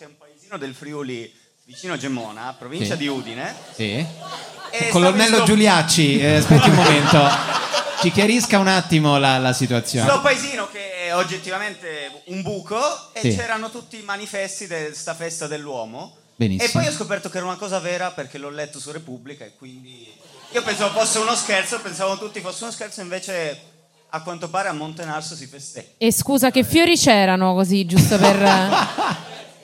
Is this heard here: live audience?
yes